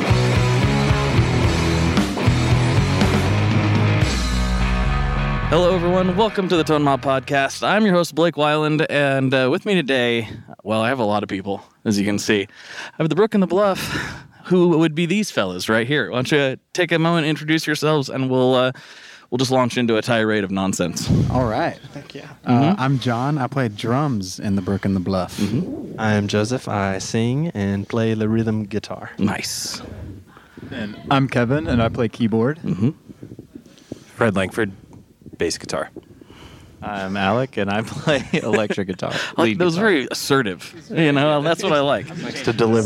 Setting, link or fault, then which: setting, busy venue